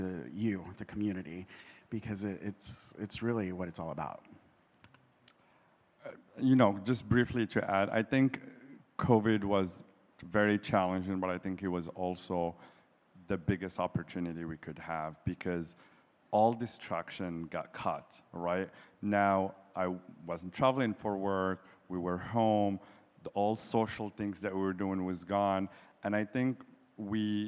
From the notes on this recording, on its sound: In front of a LIVE audience during the closing remarks of the QueerTech Qonference held in Montreal, Canada.